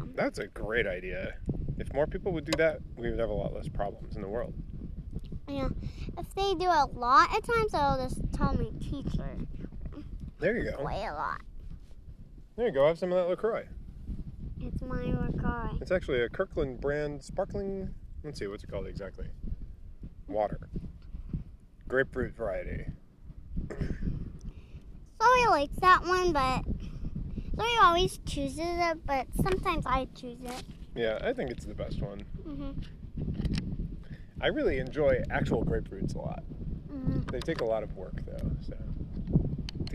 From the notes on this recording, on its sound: A podcast recorded at a middle school baseball field.